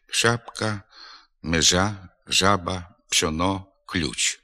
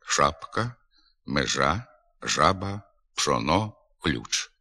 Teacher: У деяких говорах південно-західної діалектної групи, зокрема у покутських, бойківських, гуцульських, шиплячі звуки пом'якшуються. · Shown in: first take